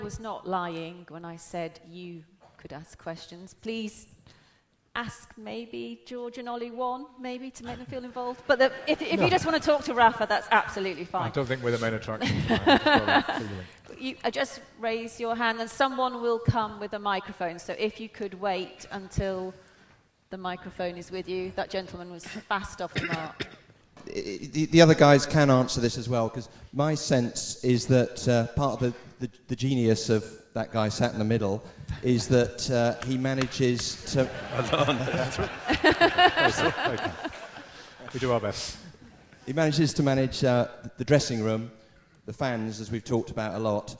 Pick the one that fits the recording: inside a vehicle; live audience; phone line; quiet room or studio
live audience